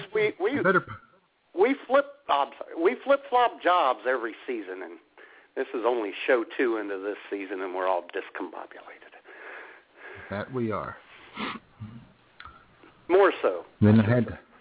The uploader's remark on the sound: your phone calls